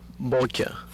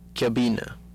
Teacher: Contrast between the B stop and the B fricative